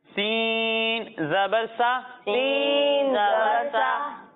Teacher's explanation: جب ہم سین کی ادائیگی کریں گے تو اس میں سیٹی کی آواز آئے گی